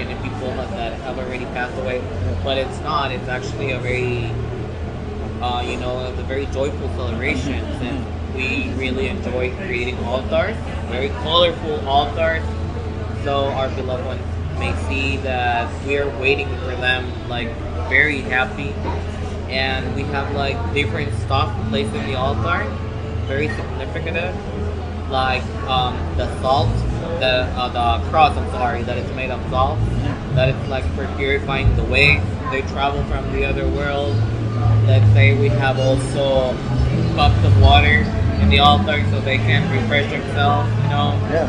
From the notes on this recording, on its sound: We were in Puerto Vallarta, Mexico for this week's podcast taking in all the sights and sounds of Day of the Dead.